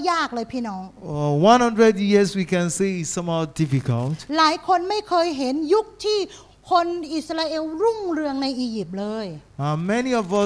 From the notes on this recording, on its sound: This Sunday sermon was Preached Live.